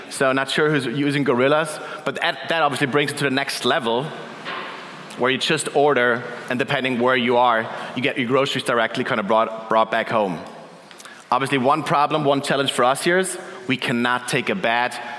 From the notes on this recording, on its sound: Keynote at our CoCoCoCo Main Stage, powered by Duetto.